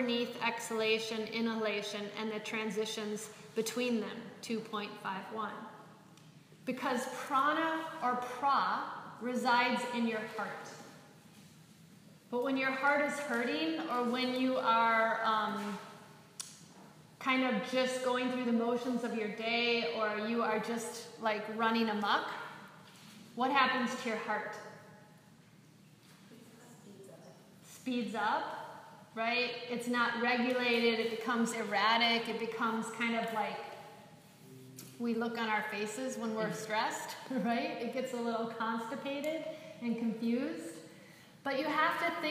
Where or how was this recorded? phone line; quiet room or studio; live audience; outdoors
live audience